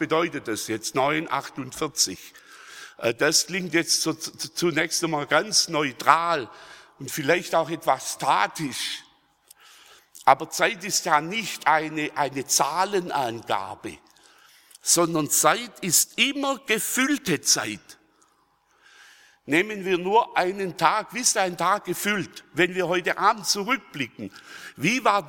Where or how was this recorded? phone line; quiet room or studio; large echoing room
large echoing room